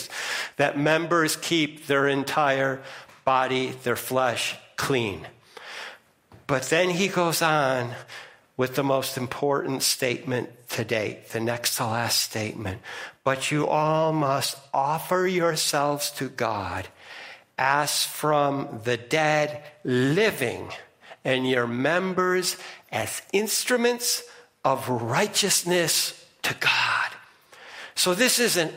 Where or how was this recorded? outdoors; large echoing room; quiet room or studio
large echoing room